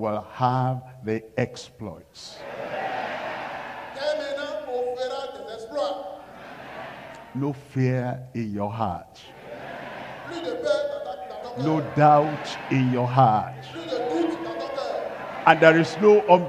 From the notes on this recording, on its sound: live from Lomé, Togo.